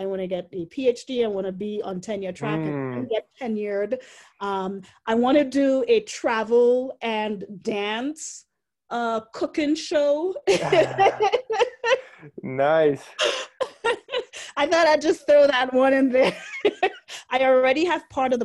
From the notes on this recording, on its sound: joined via Zoom for a conversation